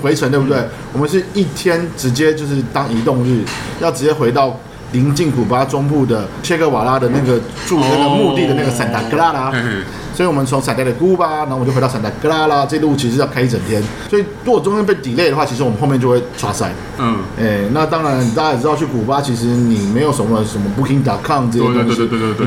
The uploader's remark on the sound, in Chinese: 本集白噪音指數：蚊風級 1/5。ABV Bar & Kitchen 內的精釀啤酒們也都安安份份地被收在冰櫃中。錄音地點： ABV Bar & Kitchen 台北日式居酒館。